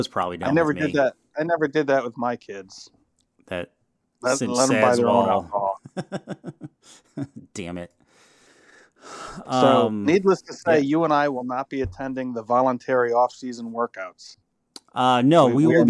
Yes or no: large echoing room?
no